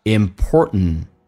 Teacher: important 在美式发音当中，当 t 跟 and 组合， t 一般不发音，就变成一个阻塞 · Term: 气流阻塞